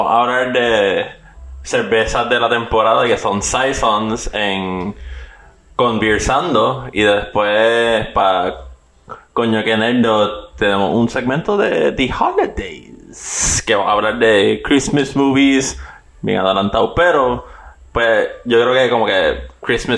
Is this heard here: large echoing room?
no